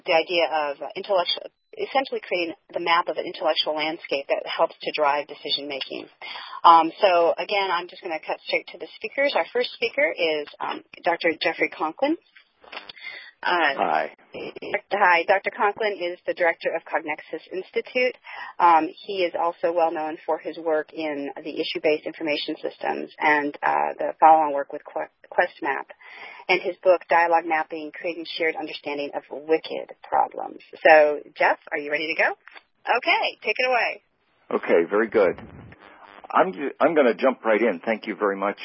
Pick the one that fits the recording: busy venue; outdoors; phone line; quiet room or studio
phone line